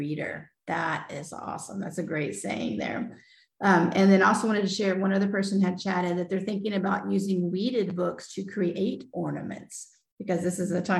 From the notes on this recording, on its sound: This podcast is a recording from a Zoom event held with middle school librarian.